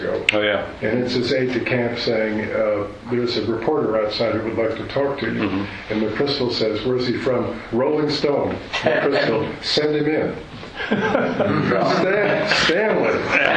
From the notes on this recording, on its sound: presented at the conference hosted by The New Criterion and the Social Affairs Unit